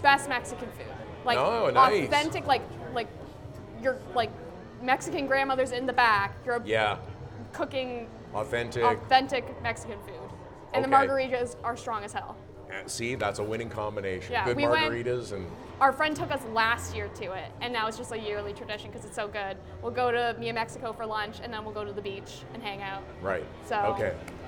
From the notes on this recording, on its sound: LIVE from the Canadian International AutoShow. Record in front of Motorsports fans at the Canadian International AutoShow on the RevTV Stage.